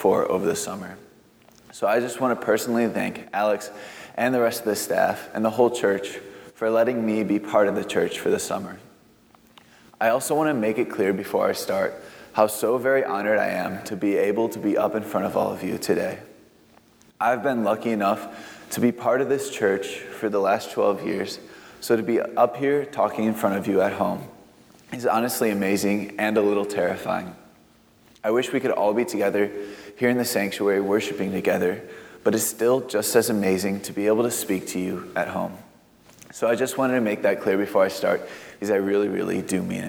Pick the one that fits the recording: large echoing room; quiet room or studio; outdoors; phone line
large echoing room